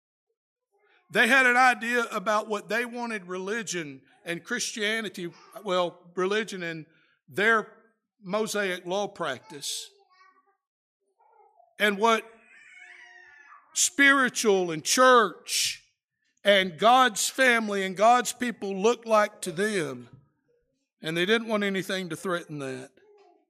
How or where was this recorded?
large echoing room